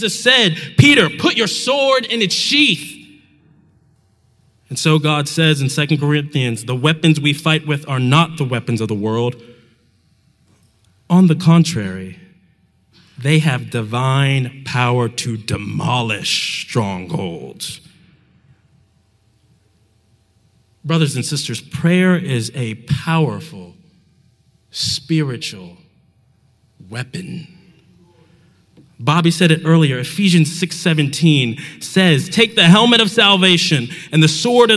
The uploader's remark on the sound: Talk from the JUST Gospel conference, which took place in Atlanta this past May, and it was hosted by The Front Porch.